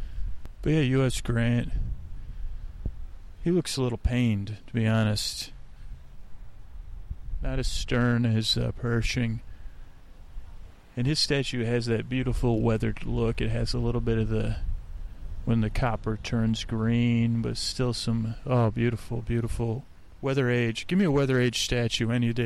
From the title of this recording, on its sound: On Location at Golden Gate Park